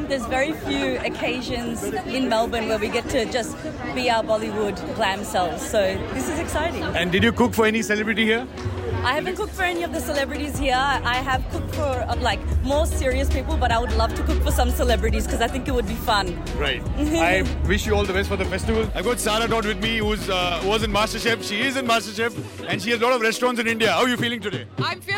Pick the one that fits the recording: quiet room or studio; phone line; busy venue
busy venue